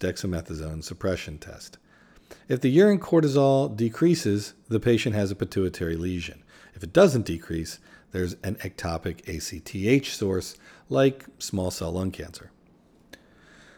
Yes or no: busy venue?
no